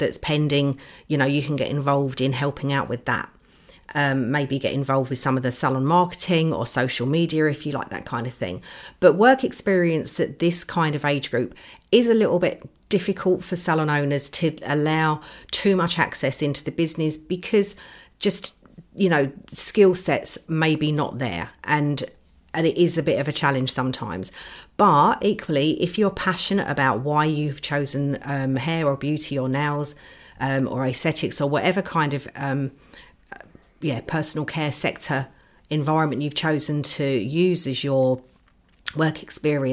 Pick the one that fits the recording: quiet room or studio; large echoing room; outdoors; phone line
quiet room or studio